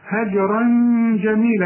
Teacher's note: واهجرهم هجرا جميلة، الجيم قلقلها لأنها عليها السكون، هجرا جميلة في غنة هنا عشان الجيم من حروف الإخفاء